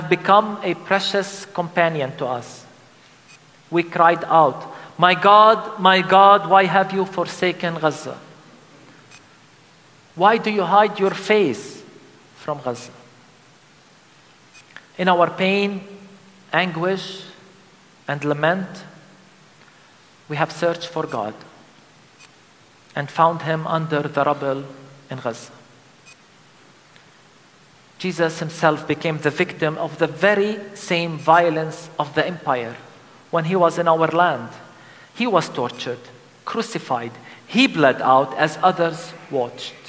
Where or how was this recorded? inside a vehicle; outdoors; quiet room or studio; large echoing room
large echoing room